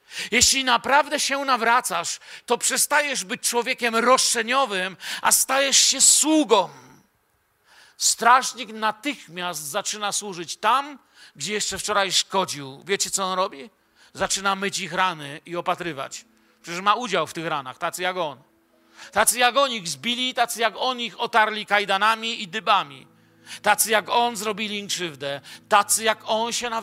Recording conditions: large echoing room